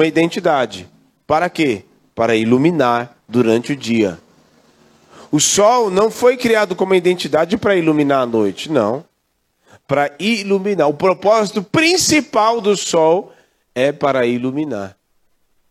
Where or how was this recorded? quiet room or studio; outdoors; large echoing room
large echoing room